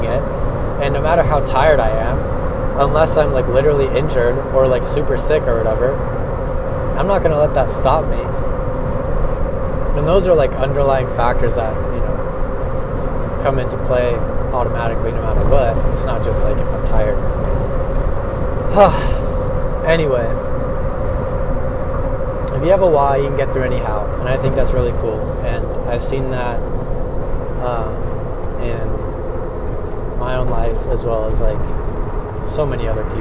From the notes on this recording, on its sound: I recorded as I drove home from work